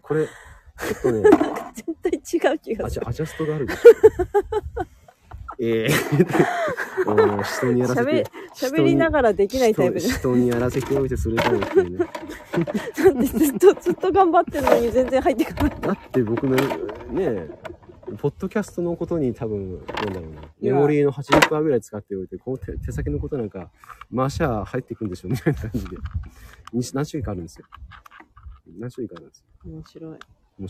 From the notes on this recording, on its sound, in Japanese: 農家とガーデナーの雑談 雑音多し。